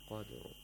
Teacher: Qalqala. And the ra again has tafkhim when you stop on it thickly, because the ra becomes sakin, preceded by another sakin letter, and that sakin letter is preceded by a letter with a fatha, qaf.